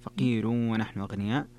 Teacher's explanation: فقير فيها ترقيق الراء لورش